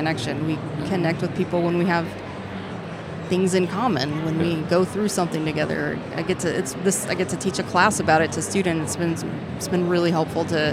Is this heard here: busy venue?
yes